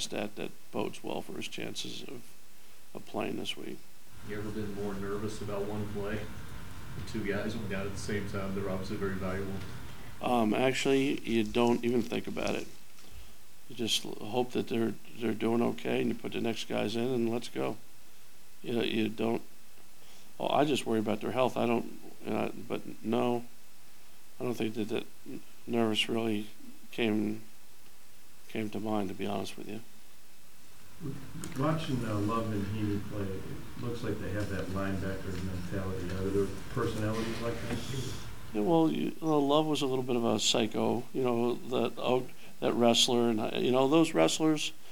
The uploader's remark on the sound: Press Conferences & Post-Game Interviews